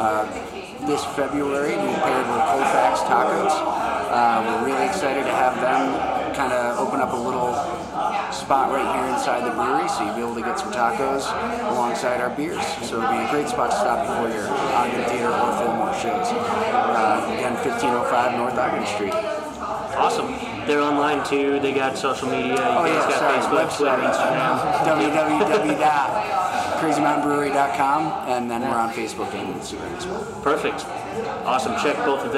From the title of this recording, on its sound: Brewers Panel at Crazy Mountain Brewing